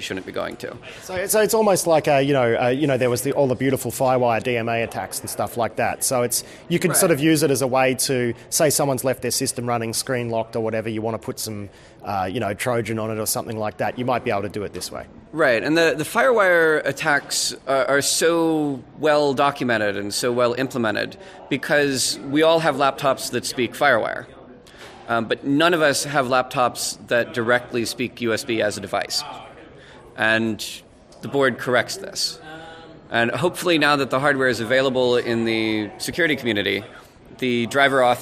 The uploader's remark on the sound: This podcast is an interview I did at the Breakpoint security conference